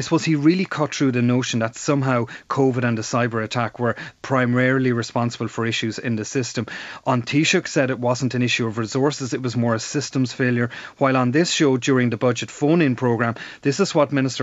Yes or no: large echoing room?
no